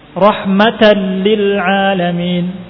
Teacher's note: Rahmatan lil alamin, tanwin bertemu dengan lam, rahmatan, tidak ada ghunnahnya